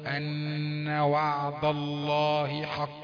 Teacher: الدال جاية تخينة عشان لفظ الجلالة مفخم